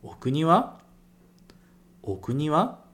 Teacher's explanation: Como aqui não tem o ka para marcar essa pergunta, é muito importante você marcar com a entonação para cima